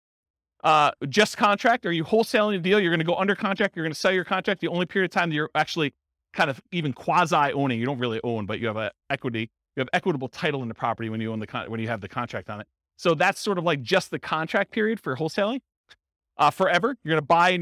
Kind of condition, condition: setting, live audience